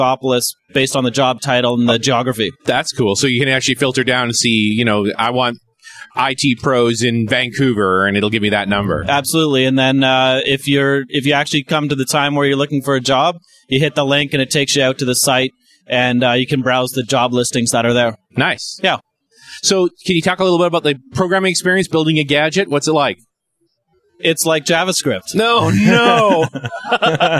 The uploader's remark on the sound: Live from the Canadian Vista Launch Events!